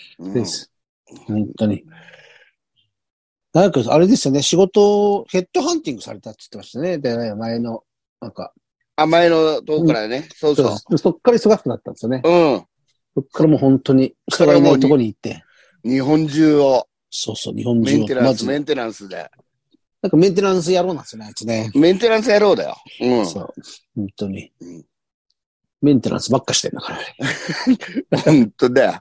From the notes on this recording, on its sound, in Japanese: ZOOMで収録。